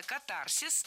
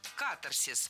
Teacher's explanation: Было сказано «катарсис», но это неверно. В этом слове ударение следует ставить на первый слог · Shown in: second take · Term: ударение на первом слоге